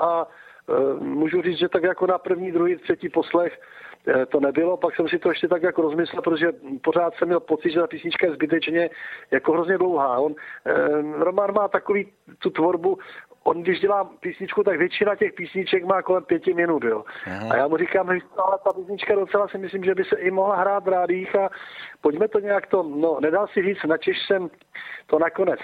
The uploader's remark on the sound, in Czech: telefonický rozhovor